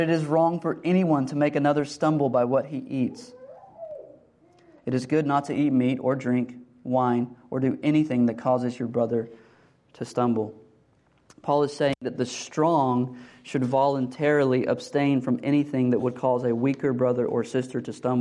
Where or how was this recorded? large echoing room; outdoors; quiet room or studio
large echoing room